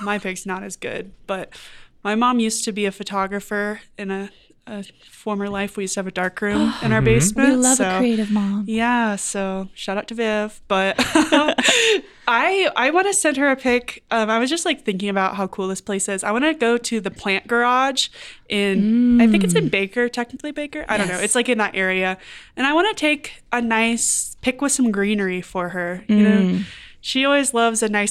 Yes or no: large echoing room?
no